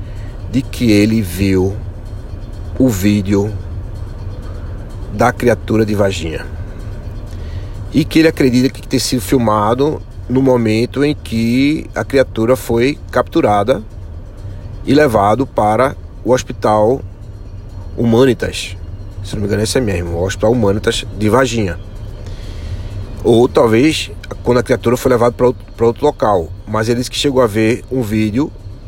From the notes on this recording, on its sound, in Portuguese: Episódio narrativo gravado com o celular IPhone XR .